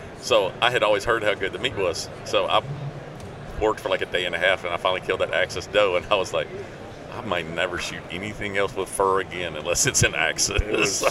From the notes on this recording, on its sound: at the 2020 ATA Show during the Browning Trail Cameras takeover of The Break Podcast